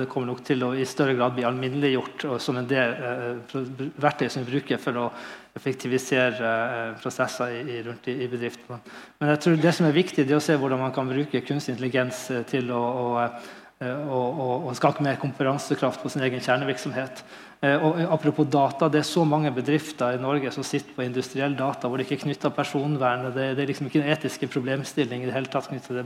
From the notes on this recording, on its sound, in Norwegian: Direkteopptak fra Digital fremtid. Digital fremtid – konferansen som skal få fart på digitaliseringen av Norge.